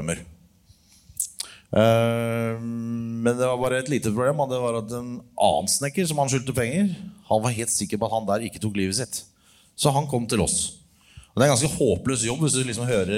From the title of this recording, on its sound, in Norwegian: Påskeshow Live fra Rockefeller